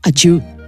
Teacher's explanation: il s'agit juste d'un frottement qui apparaît quand on prononce « di » en relevant un peu le dos de la langue vers le palais. Quand on fait ça, ça fait un petit frottement qui fait apparaître un « j » avant le « i ». · Term: affrication